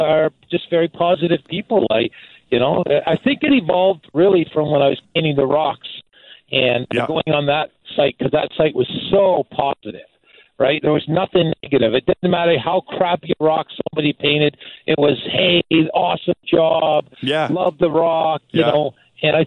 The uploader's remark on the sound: Our Shiftheads called in with all kinds of stuff.